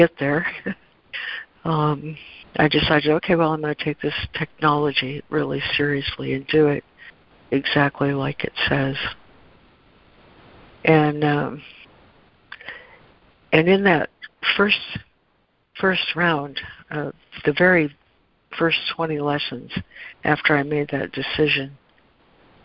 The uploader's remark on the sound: ACIM Daily Conference Call.